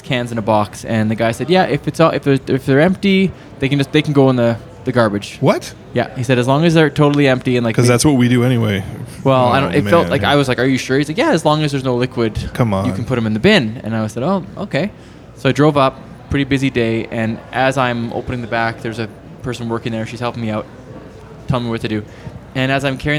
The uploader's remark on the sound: This episode was recorded in the company of friends, at the Craft Beer Commonwealth in Red Deer, Alberta.